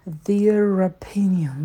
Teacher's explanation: Прям не теряйте это ро, связующее, он очень красиво звучит